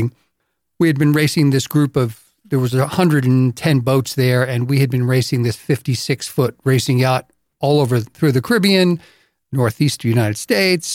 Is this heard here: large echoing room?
no